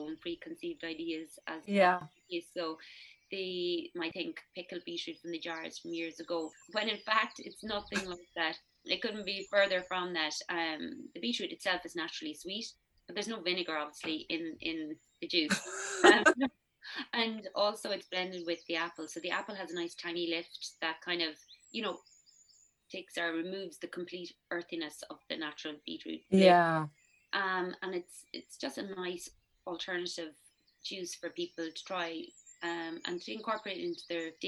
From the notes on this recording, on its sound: Apologies for the poor audio quality. I am working to correct it, but this is as best as was possible. FB Live.